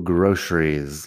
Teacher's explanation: La C en medio como si fuera SH.